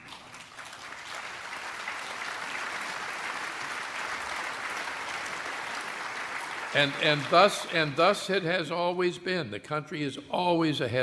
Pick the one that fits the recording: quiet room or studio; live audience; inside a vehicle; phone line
live audience